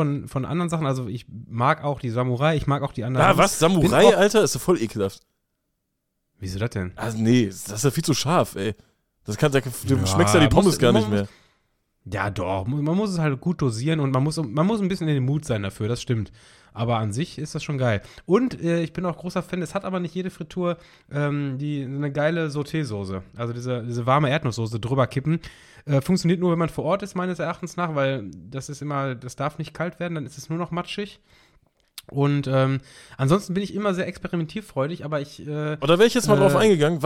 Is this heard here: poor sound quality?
no